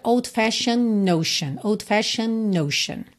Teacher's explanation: E o D pode ou não ser pronunciado, a depender de uma série de coisas, mas aqui, como a gente tem o N antes do E e outro N já na próxima palavra, a gente acaba juntando no N e ignora o D